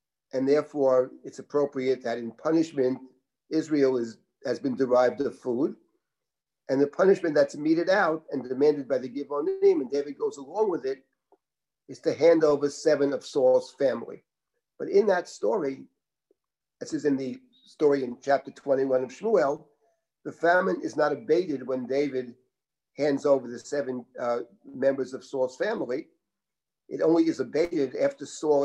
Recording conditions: video call